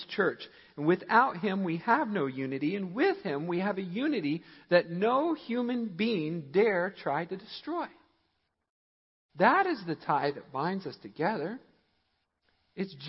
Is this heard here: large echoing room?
yes